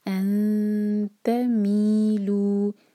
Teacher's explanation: نون کی آواز کو چھپائیں گے، یہاں پر اخفاء ہوگا اور تا کے لیے زبان تیار